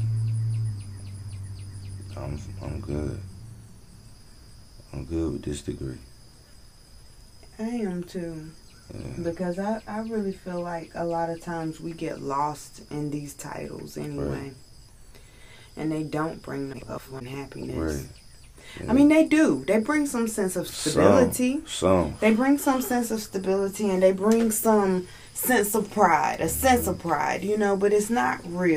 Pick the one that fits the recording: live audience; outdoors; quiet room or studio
outdoors